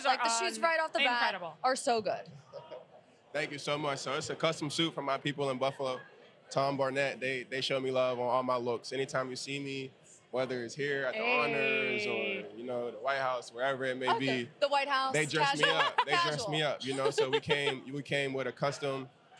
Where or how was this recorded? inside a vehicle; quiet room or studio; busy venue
busy venue